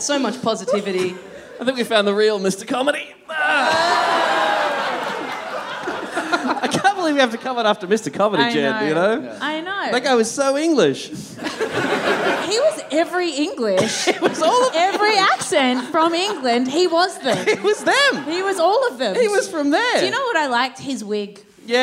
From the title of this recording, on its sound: 400 - Live!